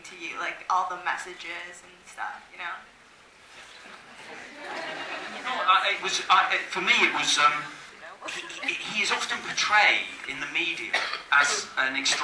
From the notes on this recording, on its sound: an audience q+a recorded after a screening the night before the roundtable was held